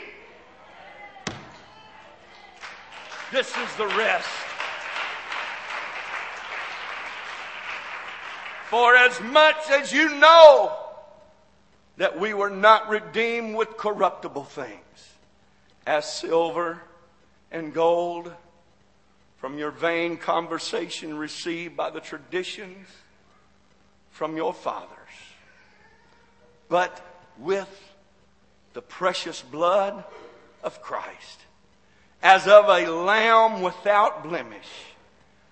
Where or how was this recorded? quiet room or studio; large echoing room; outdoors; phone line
large echoing room